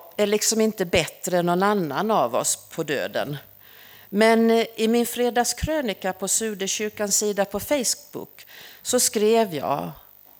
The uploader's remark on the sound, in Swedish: Inspelad under gudstjänst på Snäckan, Klintehamn.